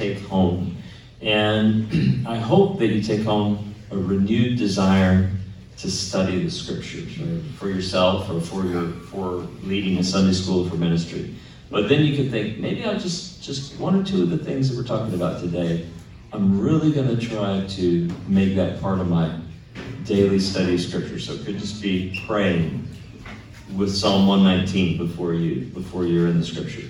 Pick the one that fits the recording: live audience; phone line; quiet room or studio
live audience